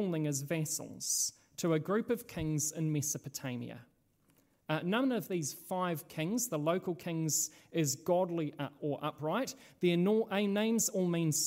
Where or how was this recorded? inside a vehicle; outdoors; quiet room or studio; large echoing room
large echoing room